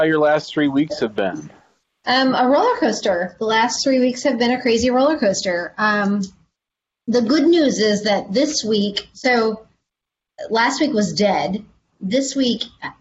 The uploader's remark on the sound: This week we’re sharing a Virtual Town Hall we hosted Live on Facebook in the Maximum Lawyer group.